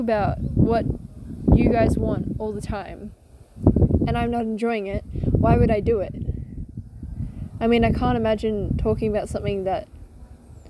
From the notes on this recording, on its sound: Sorry about the wind I had to improvise.